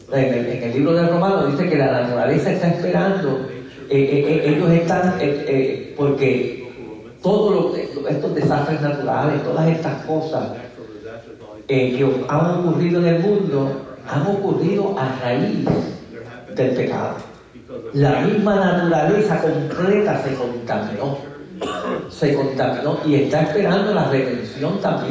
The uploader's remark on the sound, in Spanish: Nuestras disculpas por la calidad de el audio en este episodio ya que nos vimos forzados a utilizar una fuente alterna de el mismo. IDDPMI Columbia.